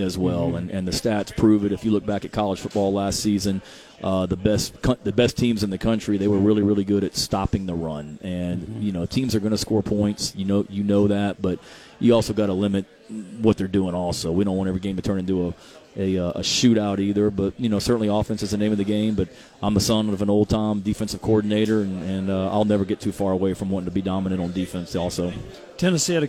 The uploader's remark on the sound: live from media row at SEC Media Days